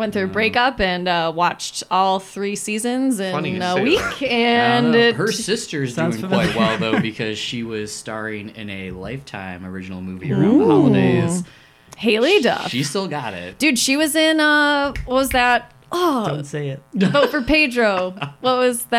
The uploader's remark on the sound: We apologize, as there is a slight hum in this episode caused by a faulty cable.